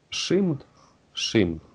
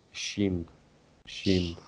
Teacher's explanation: в сочетании с «и» вот этот звук «ш», он даже приближается к русской «щ» · Shown in: second take